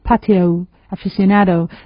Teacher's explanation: Incluso fíjense, las palabras que han sido adoptadas del español como patio, aficionado, está la tendencia que hay al diptongo y al triptongo que se tiende a hacer un diptongo con la última O de patio